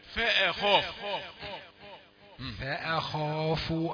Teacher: صححت هذه المسائل جيدة ضفت عليك بس الهمزة بتاعت فاء خاف جاء فيها ترقيق حتى الفاء فيها جزء من التفخيم هي مرققة جاء فيهما جزء من التفخيم فاء خاف فاء لا فاء فاء خاف المفخم الخاء بس ما يمتدش تفخيمها لما بعدها ولا قبلها